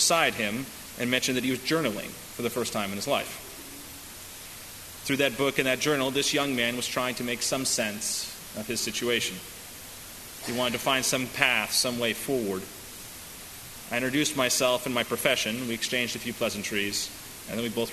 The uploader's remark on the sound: delivered at First Congregational Church of Houston on August 19, 2018